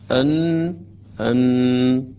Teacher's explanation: يخرج قسم من الصوت من الخيشوم، هذا المخرج قلنا الذي يخرج منه صوت الغنة.